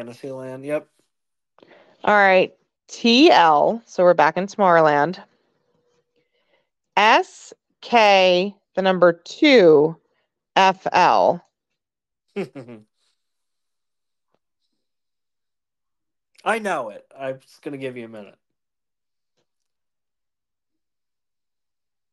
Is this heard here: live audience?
no